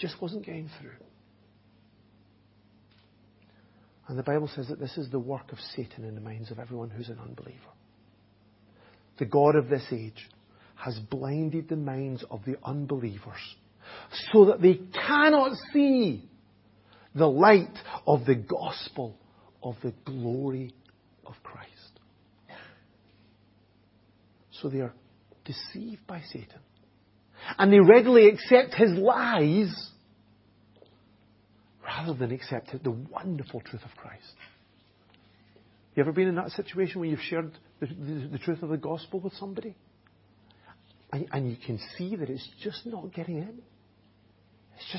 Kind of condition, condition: setting, large echoing room